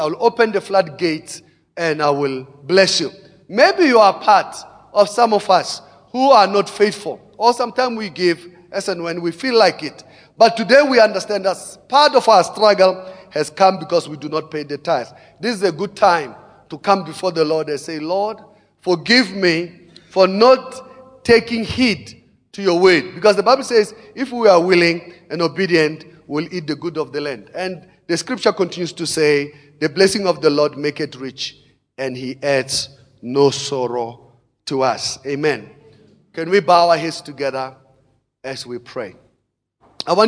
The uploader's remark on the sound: Preached at Emmanuel Christian Church, Arcadia Campus, Second service on the 15 of October 2017.